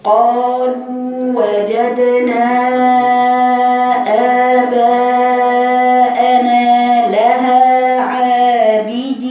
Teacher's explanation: بعض الناس تقول قالوا، قالوا هي فيها مد، والمد حركتين، مد طبيعي هنا. يبقى هنجيب مد بالالف ومد بالواو، هنقراها كالتالي.